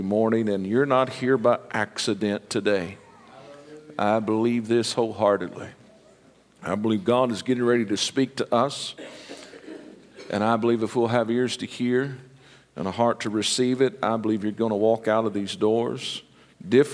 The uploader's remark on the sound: This message was recorded LIVE Sunday Morning March 26, 2023.